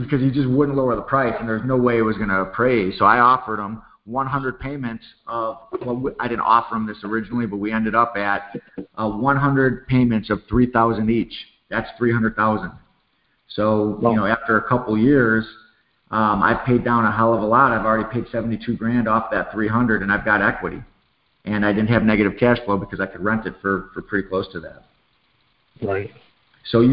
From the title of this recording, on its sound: Q&A Call